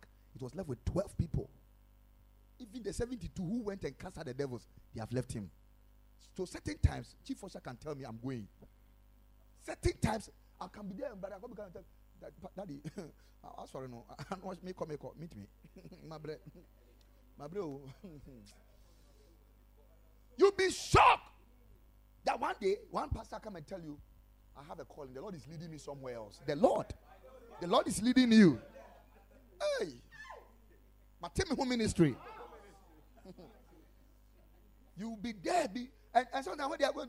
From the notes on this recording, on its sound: Preached at Ekklesia Chapel